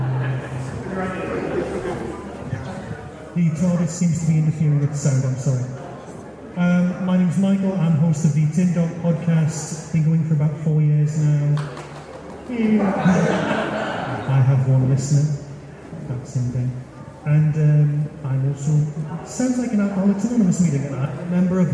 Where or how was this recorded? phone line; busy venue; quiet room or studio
busy venue